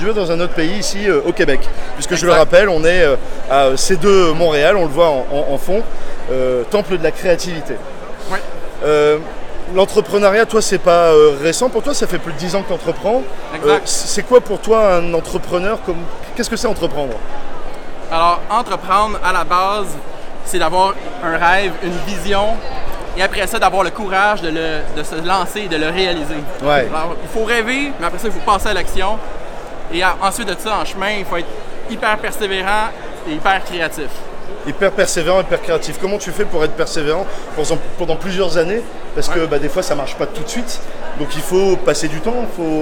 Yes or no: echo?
no